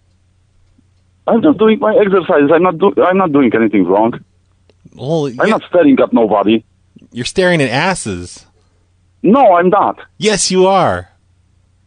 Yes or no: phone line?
yes